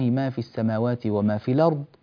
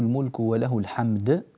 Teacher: الضاد هنا ليست من حروف القلقلة، وجاء المقطع الذي بعدها له الملك وله الحمد، والدال هنا هي من حروف القلقلة